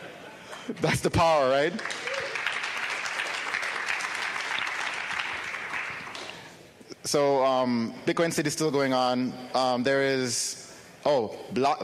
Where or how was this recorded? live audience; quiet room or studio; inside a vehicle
live audience